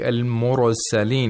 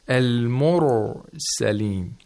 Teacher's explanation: The Ra has tafkhim without qalqala. · Shown in: second take